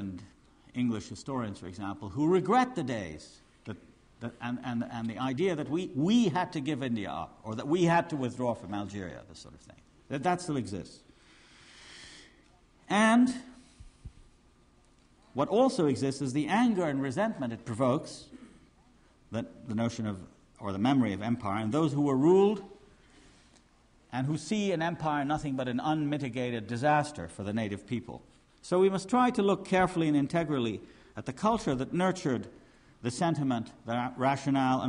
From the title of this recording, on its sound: conference at York University, Toronto (1993)